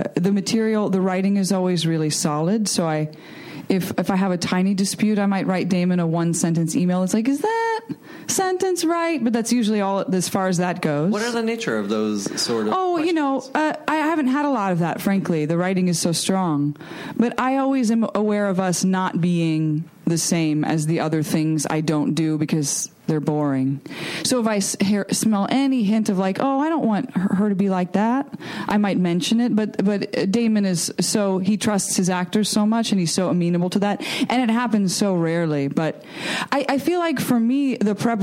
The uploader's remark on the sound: Recorded June 7, 2015 at ATX Television Festival.